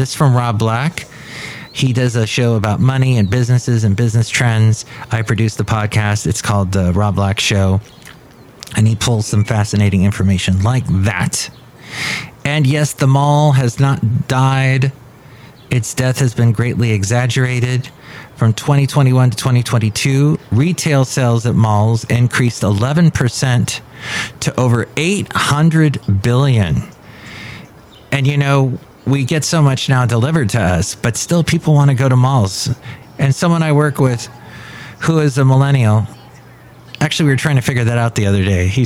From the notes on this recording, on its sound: podcasts live from Café Anyway